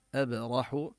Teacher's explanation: لا أبرح، هنا الألف تمد كما مدينا المد المنفصل 4 حركات، المد المنفصل الجائز. أبرح، نبين قلقلة الباء، هذه الباء الساكنة، والراء نفخمها